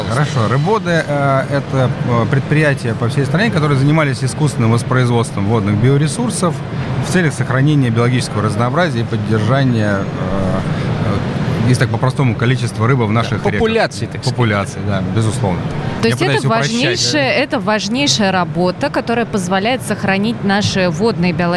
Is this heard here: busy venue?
yes